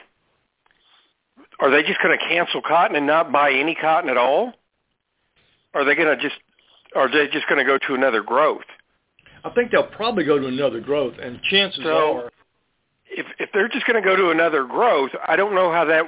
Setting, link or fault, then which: link, phone line